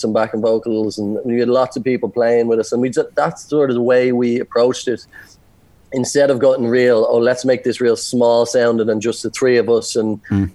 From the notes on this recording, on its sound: Via Zoom about lockdown in Dingle.